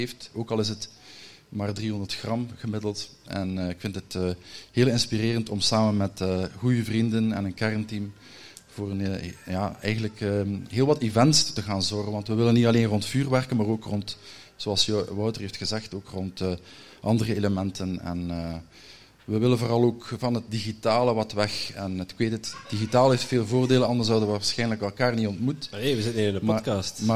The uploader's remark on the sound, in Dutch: live op TimTom Festival'23